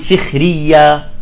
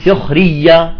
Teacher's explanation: فالخاء هذه مرققة عندهم، تقول سخرية، بينما عند ابن الجزري الخاء المرتبة الرابعة الساكنة تقول سخرية، يعني بين التفخيم والترقيق سخرية، لا نفخم نفخم ولا نرقق بين البين · Shown in: second take